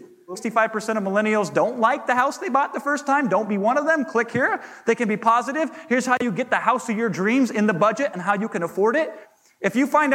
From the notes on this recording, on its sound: to the audience at the HyperFast Sales Summit